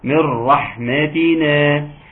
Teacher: إدغام كامل بغير غنة